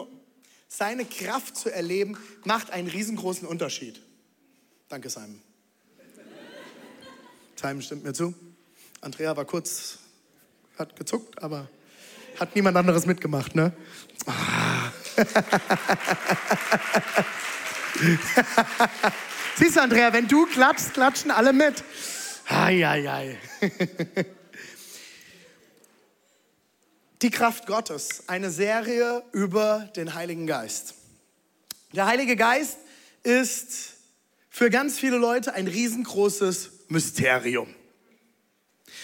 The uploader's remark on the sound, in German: Audiomitschnitt der Predigt